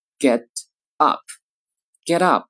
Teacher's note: 前面的 t 和 a 呢连读，而 up 这个 p 呢就是弱一点，甚至呢可以完全失去爆破